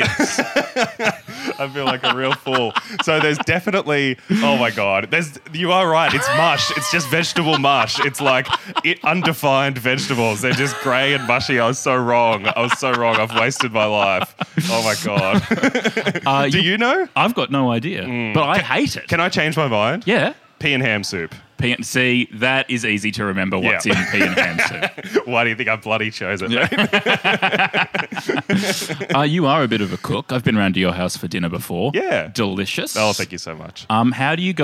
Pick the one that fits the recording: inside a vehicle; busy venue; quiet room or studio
busy venue